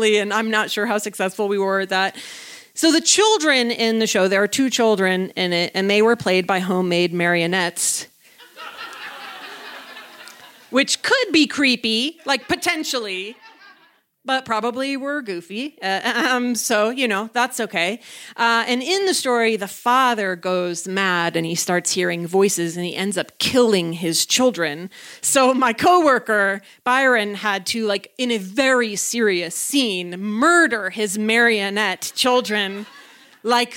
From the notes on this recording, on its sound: in front of a live audience at Buntport Theater in October 2018